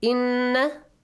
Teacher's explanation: nun mushaddad, as we said, nasal sound, and extend the sound for two beats